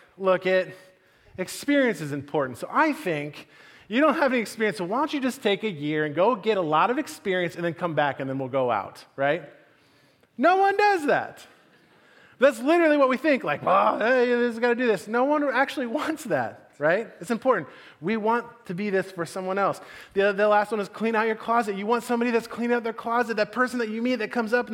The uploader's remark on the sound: Message delivered at the Benicia campus.